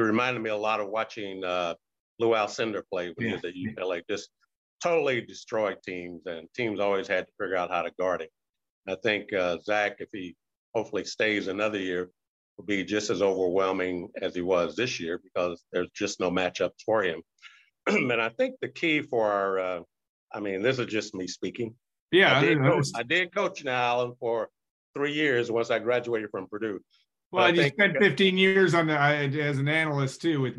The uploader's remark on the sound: Birthday Zoom